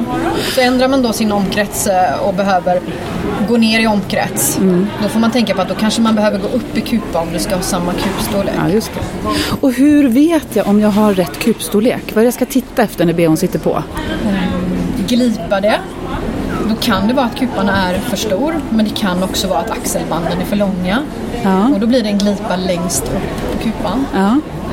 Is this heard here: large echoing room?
no